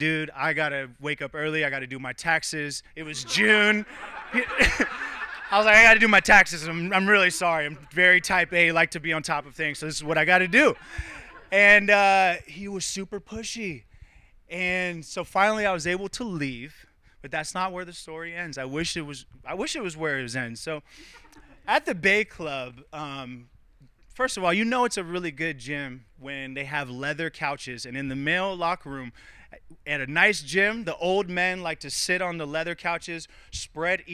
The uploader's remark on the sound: Social Storytelling Experiment in Austin, TX. This episode features five stories recorded live at Story Time in 2022.